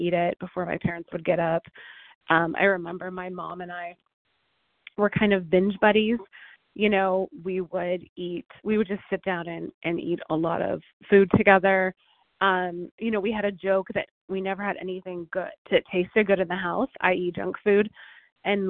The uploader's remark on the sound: 100 Pounders Phone Meeting